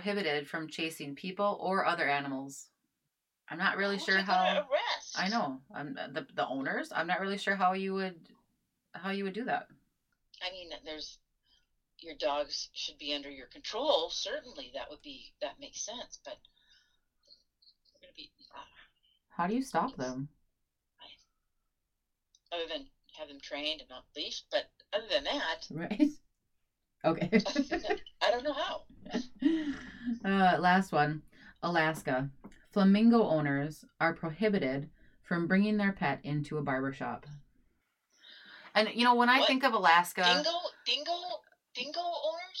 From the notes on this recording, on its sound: Please bear with us as we figure out the logistics of recording while Stay At Home orders are in place due to COVID-19. Sound quality for this recording is not the best.